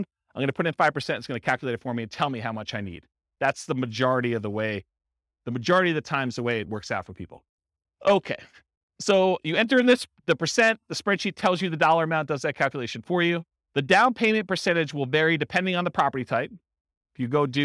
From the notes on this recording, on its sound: This was a live class recorded